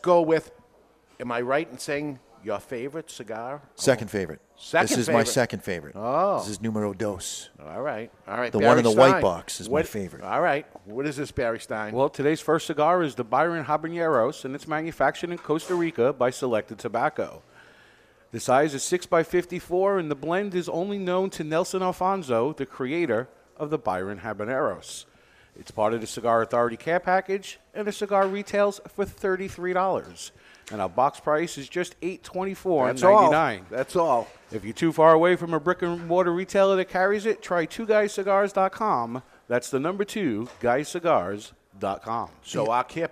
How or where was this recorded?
live audience